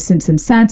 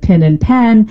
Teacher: the vowels in since and sense and pin and pen, those sound the same · Term: pin-pen merger